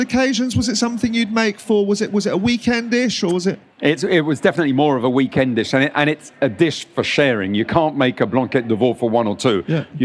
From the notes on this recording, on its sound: recorded at the BBC Good Food Show